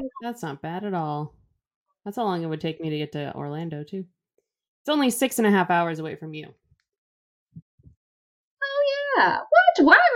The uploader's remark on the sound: Our audio this week is a little wonky